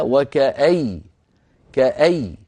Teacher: فيحذفون التنوين ويقفون على ياء مشددة